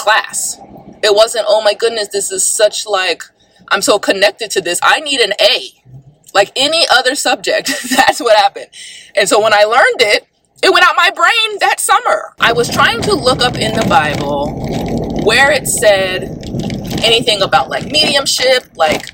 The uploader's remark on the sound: I want to apologize for the sound quality being so awful. Recording in my car would create horrible sound quality. I tried my best to take out some of the background noise.